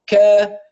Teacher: فطبيعي أن أقصى اللسان هيرتفع للحنك حتى يحقق مخرج الكاف